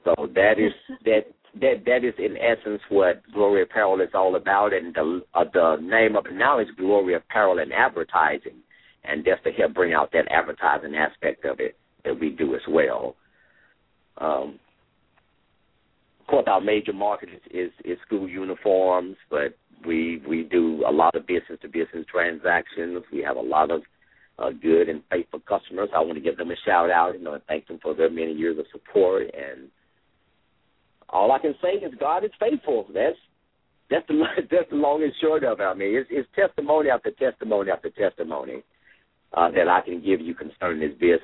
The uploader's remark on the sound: LML uses a progressive live call in format.